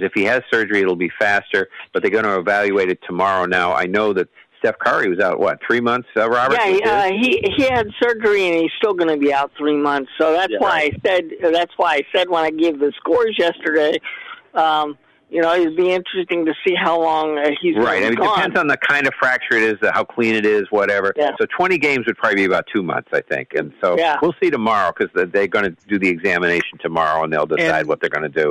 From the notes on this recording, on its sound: take your live calls